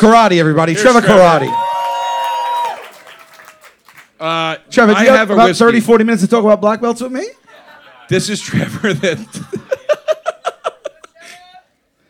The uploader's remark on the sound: ALL THE WAY LIVE from the jokers cruise!